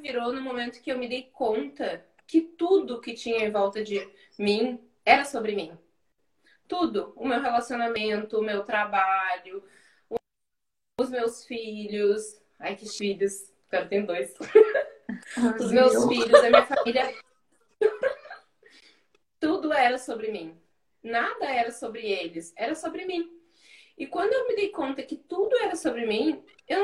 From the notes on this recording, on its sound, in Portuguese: Este episódio é uma gravação de uma live que rolou lá no instagram